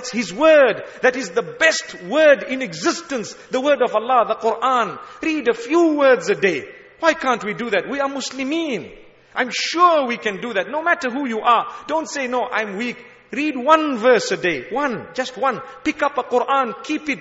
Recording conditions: large echoing room